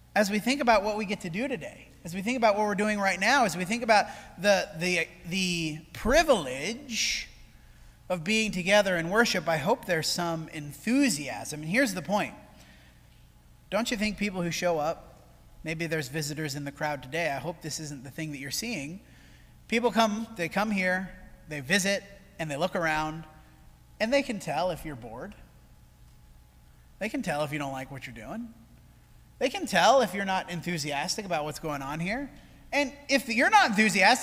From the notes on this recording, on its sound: This sermon was preached at the Dewey Church of Christ on June 25, 2023.